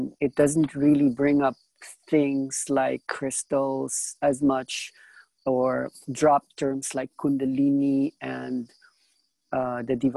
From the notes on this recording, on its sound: This was the second zoom call for the first week of the online ides.